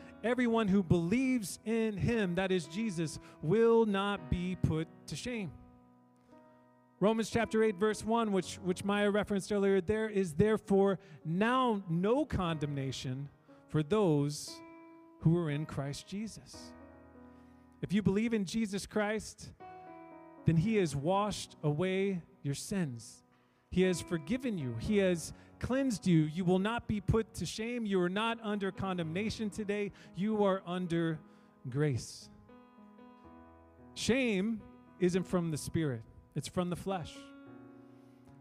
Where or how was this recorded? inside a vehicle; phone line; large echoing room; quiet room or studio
large echoing room